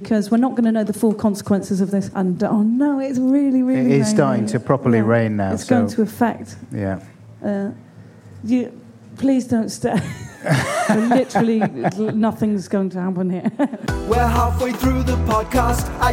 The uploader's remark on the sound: Recorded live at The End Of The Road Festival.